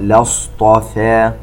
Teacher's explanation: وننتبه إلى الصفير والتفخيم في حرف الصاد وتفخيم الطاء. لاصطفى، ونرجع ونرقق الفاء مباشرة.